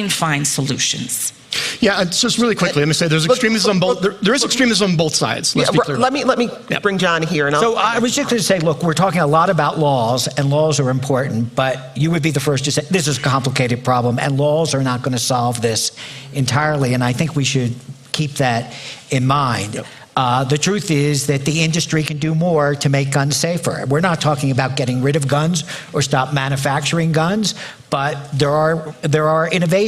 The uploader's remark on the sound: at the 2023 Aspen Ideas Festival